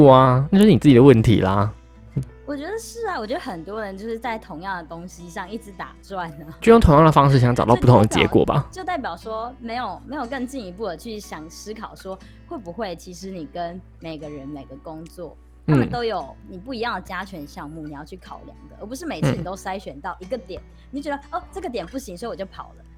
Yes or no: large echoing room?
no